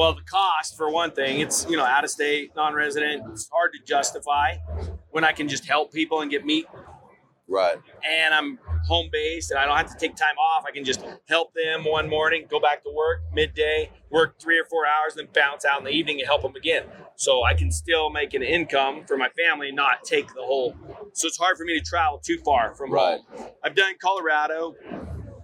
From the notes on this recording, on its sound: Live From the Initial Ascent Booth at Hunt Expo 2020. Live from Hunt Expo 2020 at the Initial Ascent Mountain Dude table.